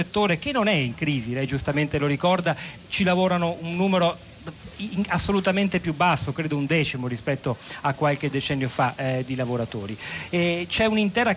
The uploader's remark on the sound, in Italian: Festival economia di trento. In diretta da piazza duomo.